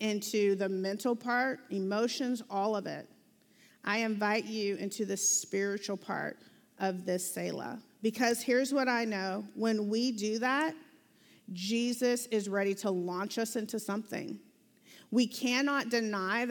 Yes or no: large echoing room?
yes